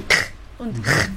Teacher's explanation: das K und CH immer sehr kehlig